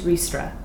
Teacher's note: A rolling R with a Spanish flair widens into a gaping A, which slowly closes in the straight line of an S.